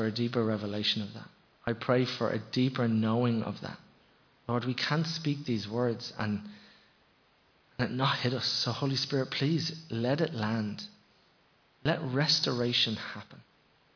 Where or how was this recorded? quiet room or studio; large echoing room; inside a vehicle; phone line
large echoing room